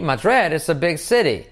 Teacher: Todas las I's cortas como una E. La T como una R suave.